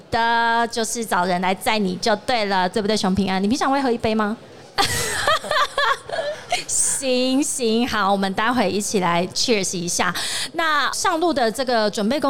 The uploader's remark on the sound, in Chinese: 2022 Taipei Cycle台北國際自行車展-Live Podcast。